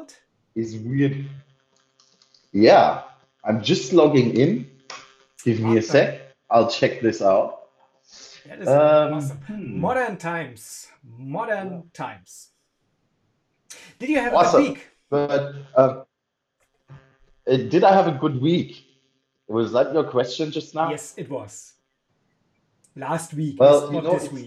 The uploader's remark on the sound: In this episode, we're struggling a lot with our equipment - Slack- and Phone-Calls, Screen Sharing, etc. Technical imperfections. In this episode, we're struggling a lot with our equipment - Slack- and Phone-Calls, Screen Sharing, etc.